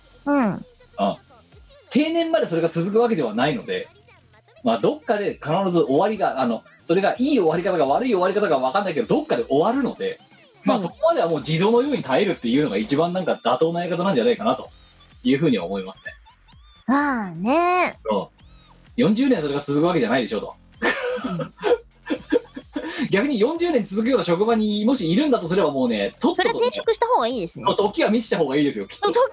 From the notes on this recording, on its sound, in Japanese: 本番組はリモート収録です。収録時環境の影響により、聴き取り辛い部分があります。おまけに収録コンディションが悪くてガビガビ音声？！音声が歪んだり飛んだりしています。